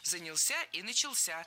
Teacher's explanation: Запоминаем оба, в них ударение ставим на последний слог.